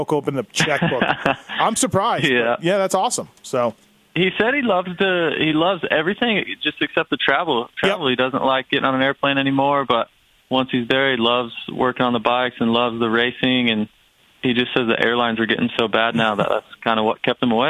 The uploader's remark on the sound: After a couple in studio guests had pressing issues come up, why not have a bunch of long form phone guests hosts tonight? Phone in with the guest host appearances to add a different dynamic to the show.